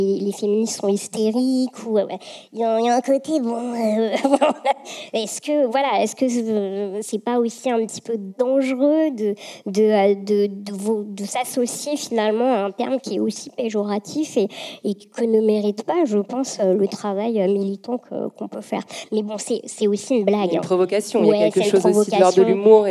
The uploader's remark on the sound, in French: enregistré le 11 octobre 2018 au Carreau du Temple dans le cadre du cycle de conférences « Présent·e·s »